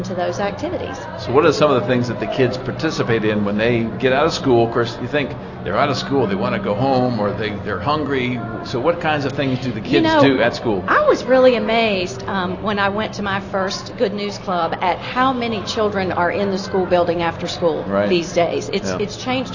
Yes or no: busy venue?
yes